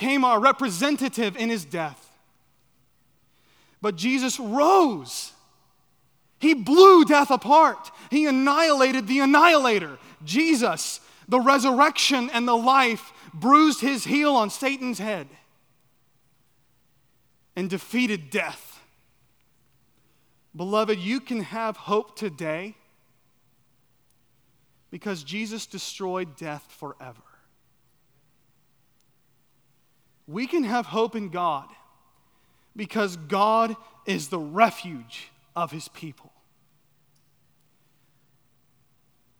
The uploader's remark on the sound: at Chaffee Crossing Baptist Church in Barling, AR.